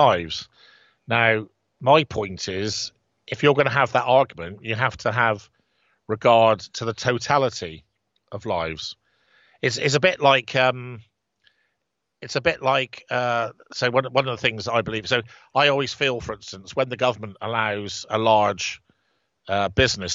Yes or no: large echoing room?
no